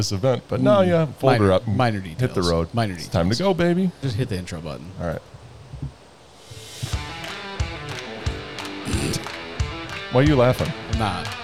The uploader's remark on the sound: Broadcasting from the Kibble Equipment booth at FarmFest.